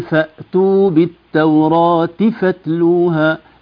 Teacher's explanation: المد يكون فأتوا أما بالتوراة ما في مد في التاء